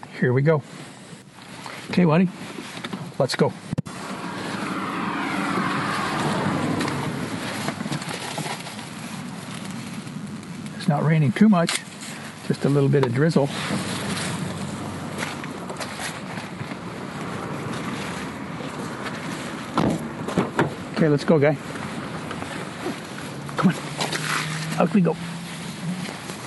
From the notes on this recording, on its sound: I go soundseeing in stores and at the beach